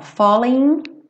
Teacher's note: não pronunciei o G